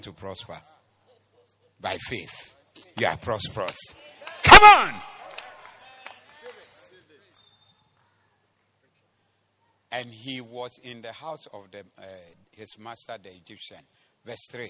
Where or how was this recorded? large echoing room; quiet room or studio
large echoing room